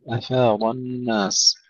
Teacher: ترقيق الهمزة وتفخيم الضاد